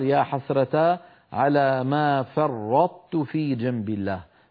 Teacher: نطبق على طاء ونجافي عن تاء مضمومة